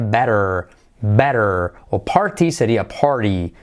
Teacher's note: la T y la D cuando van entre vocales, entre sonidos vocálicos como R suave